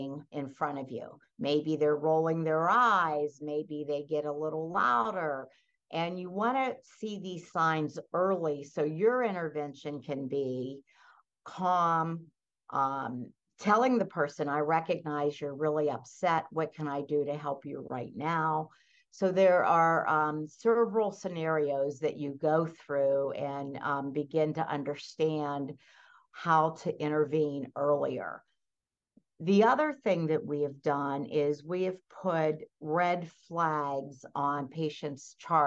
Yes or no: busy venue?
no